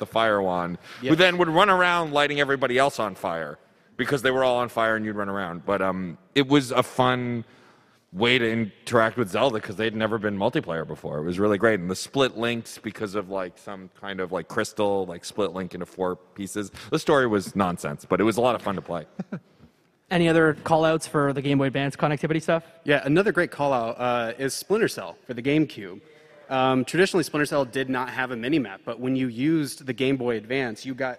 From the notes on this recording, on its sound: Live from PAX East 2023. With help from the PAX East audience. Recorded live at PAX East 2023 on Friday, March 24th at the Boston Convention and Exhibition Centre. There’s one section that relies on visual aids.